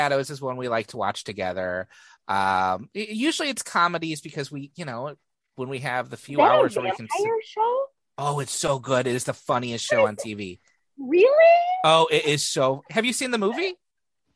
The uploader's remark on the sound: Recording via Zoom. Bear with us as we figure out our individual recording levels and the technology.